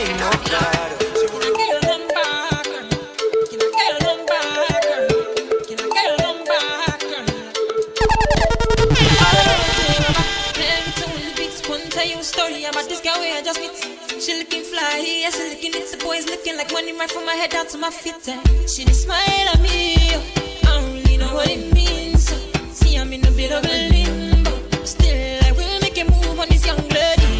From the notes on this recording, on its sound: LIVE AUDIO. LIVE AT ISLAND SATURDAYS ON JUNE 17TH.